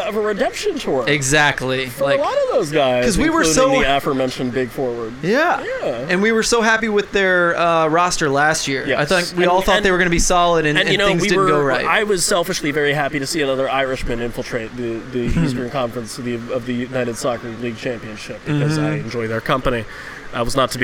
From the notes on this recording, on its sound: joins the show in Baltimore from the United Soccer Coaches Conference